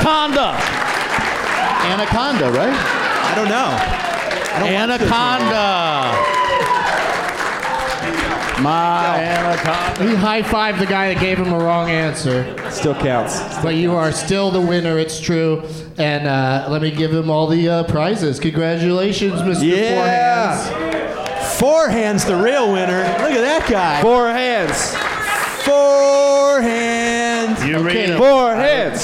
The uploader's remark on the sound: Live from the Comedy Cellar at the Rio Hotel in Las Vegas